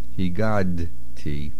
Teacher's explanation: The main accent is on the gimel.